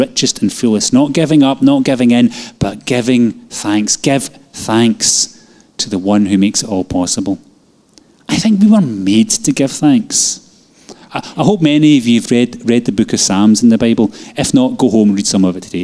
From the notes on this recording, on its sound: Live from our Sunday gathering